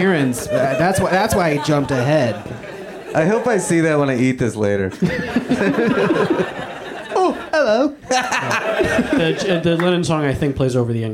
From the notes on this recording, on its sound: Live from the UCB Franklin.